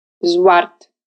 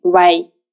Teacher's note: произносится как округленный звук между в и у. Точно так же, как английское W.